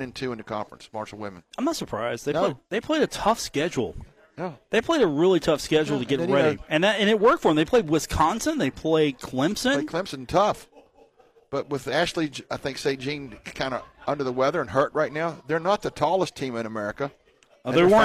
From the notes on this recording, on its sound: broadcast on the road from The Union Pub and Grill in Huntington